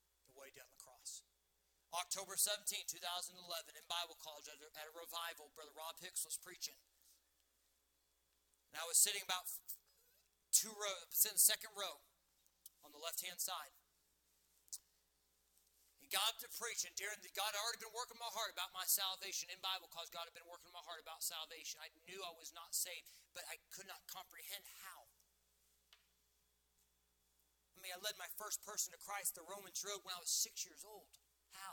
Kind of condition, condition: setting, large echoing room